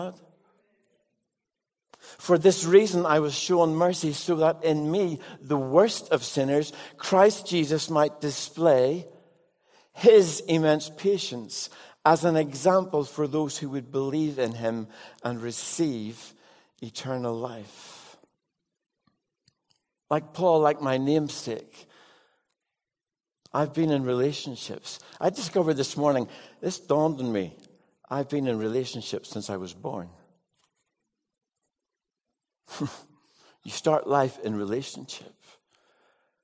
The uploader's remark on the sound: with live Q&A